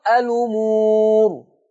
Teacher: أشيل ضمة الهمزة هروح بيها لحرف اللام فتنطق الأمور · Term: النقل